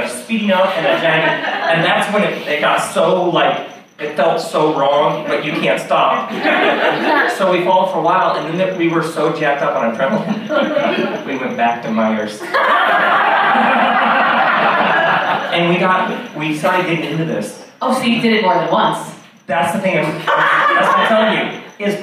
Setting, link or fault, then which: fault, poor sound quality